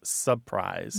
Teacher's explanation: Surprise is a very common one. It often comes out as surprise. Mm-hmm. That first R is gone. · Term: R Dissimilation